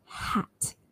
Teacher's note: And then we have h, as in hat. So that's voiceless, hat.